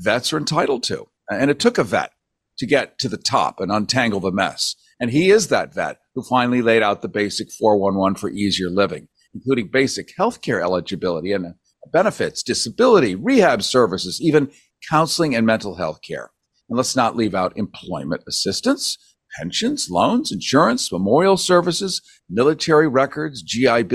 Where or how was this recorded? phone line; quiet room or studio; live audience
quiet room or studio